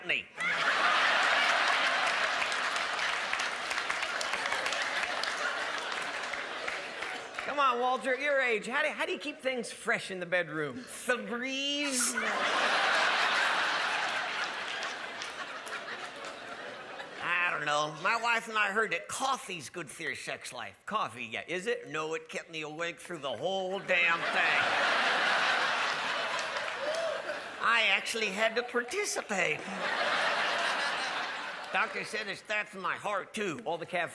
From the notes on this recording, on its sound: A comedy event that set the new standard for how truly awesome a comedy special can be. A live show that will have you on the floor laughing!